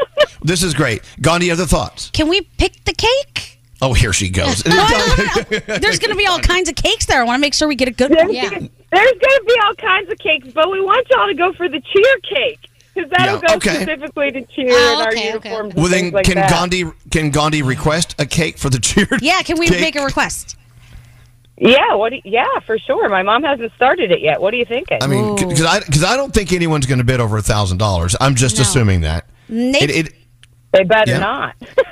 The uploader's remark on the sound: From Ohio called.